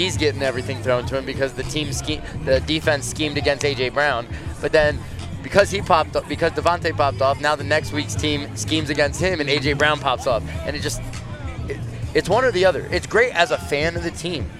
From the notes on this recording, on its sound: LIVE from the Jetro Lot before Phillies Opening Night for our first LIVE podcast of 2023!